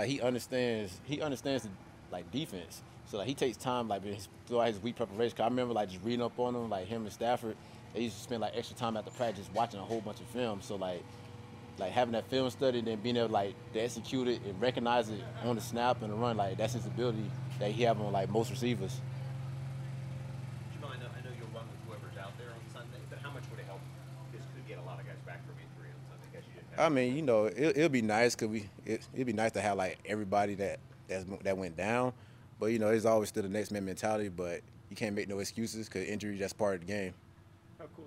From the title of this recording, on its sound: Press Conference